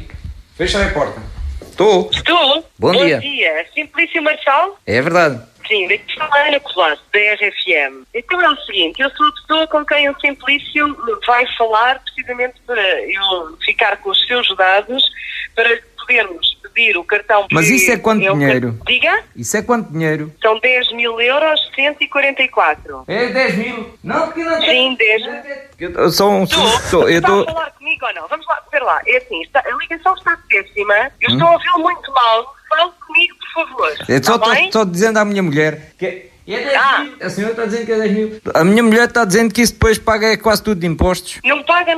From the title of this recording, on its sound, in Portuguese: RFM - Telefonema